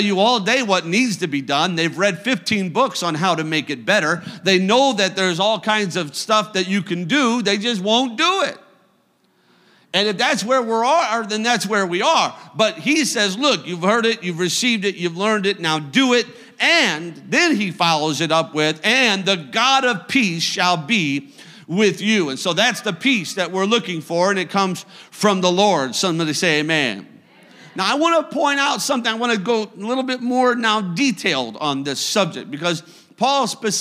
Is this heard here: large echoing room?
yes